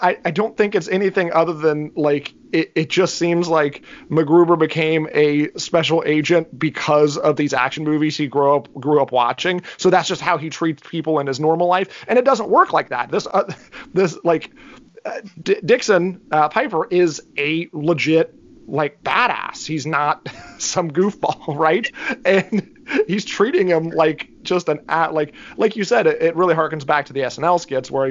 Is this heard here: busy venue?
no